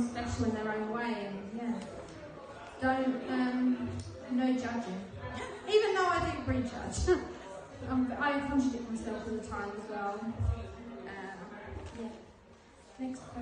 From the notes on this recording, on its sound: Taken place at the Minories Art Gallery in Colchester Essex inside my beautiful red den installation. Doing my first live podcast was exciting a bit nerve racking too as I wasn’t used too having a audience. It was a a bit messy not at all professional filming it on my phone. Having just one microphone to share with my guest I want two next time!